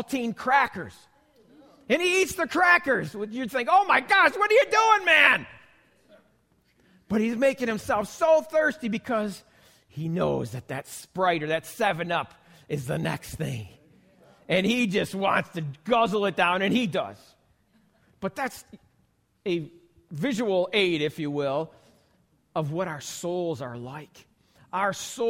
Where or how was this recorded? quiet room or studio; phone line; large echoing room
large echoing room